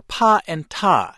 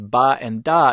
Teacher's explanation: To make those sounds, the mouth sends out a little burst of air. In contrast, the sounds ba and da do not come with a burst.